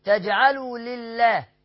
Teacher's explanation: لله هنا اللام بتاعت لفظ الجلالة مرققة. ليه؟ لأن قبلها كسر لي، وطبعا معانا همزة وصل ملغاة، ومعانا كمان لام شمسية مدغمة.